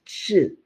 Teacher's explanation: The tip of your tongue is behind your lower front teeth and the middle part of your tongue is up and almost stuck to your palate. Like when you make an L.